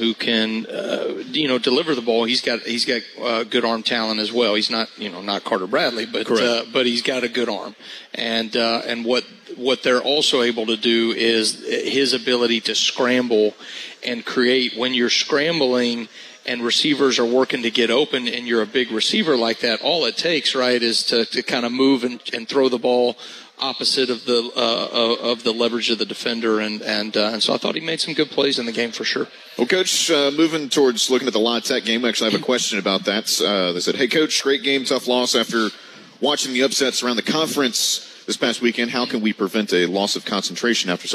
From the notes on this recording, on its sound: live from Baumhower's Victory Grill